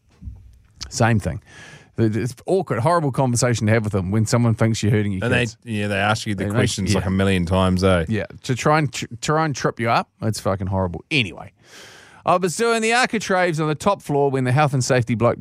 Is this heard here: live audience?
no